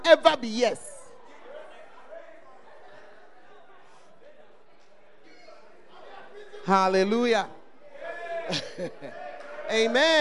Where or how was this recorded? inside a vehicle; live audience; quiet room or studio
live audience